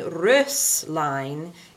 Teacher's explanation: And then make sure that your S at the beginning of a word is a Z, but the S in Röslein is a sibilant S. It's not a voiced S.